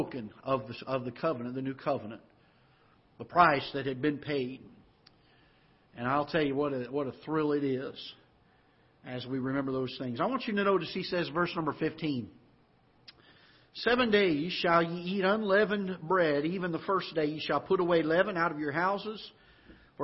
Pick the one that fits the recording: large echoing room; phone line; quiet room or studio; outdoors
large echoing room